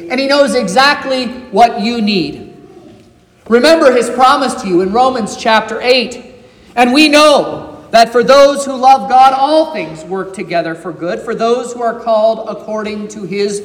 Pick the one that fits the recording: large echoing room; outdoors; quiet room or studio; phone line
large echoing room